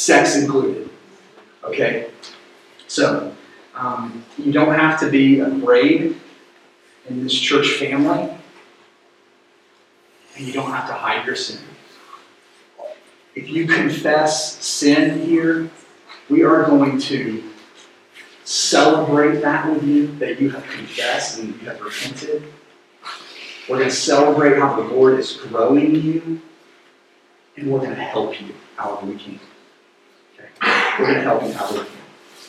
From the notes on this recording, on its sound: Due to some technical issues, the sermon audio was not properly recorded. We apologize for the poor audio quality.